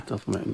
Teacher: كلمة تطمئن هذه من الكلمات التي على الطالب أن ينتبه جيدا، لأن التاء حرف مرقق والطاء من حروف التفخيم، فاللسان قد يسبق التفخيم في التاء فيقلب التاء إلى طاء